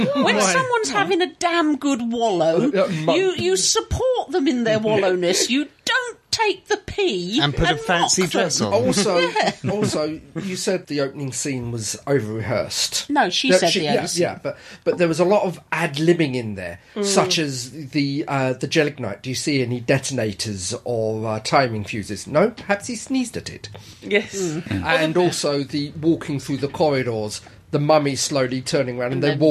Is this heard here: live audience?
no